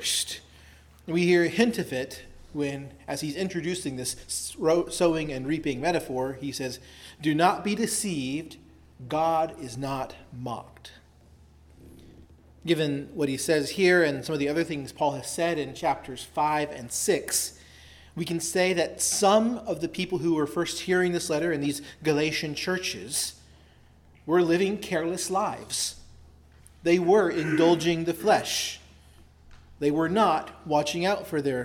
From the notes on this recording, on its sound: preached at Christ Our Savior Baptist Church on Sunday, September 24, 2023